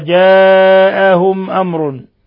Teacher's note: المد في نفس الكلمة، ثم ميم جاء بعدها همزة جاءهم أمر، ميم ساكنة جاء بعدها همزة إظهار شفوي